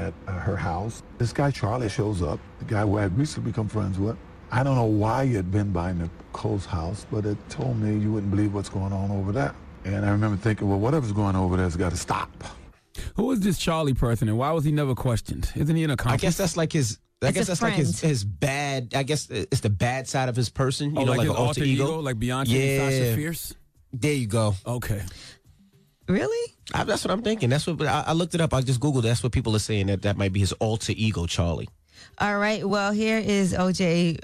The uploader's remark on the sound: We opened up the phone lines.